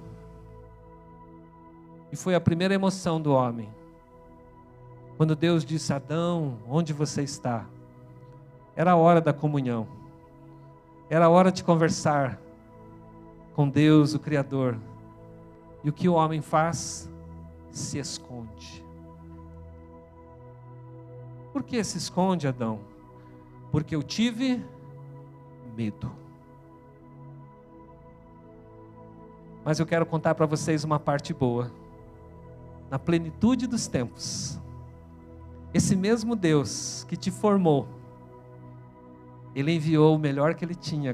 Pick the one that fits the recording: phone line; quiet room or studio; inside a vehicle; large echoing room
large echoing room